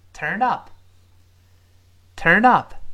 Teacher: turned up 有个轻轻的 dup，dup 这个连读的声音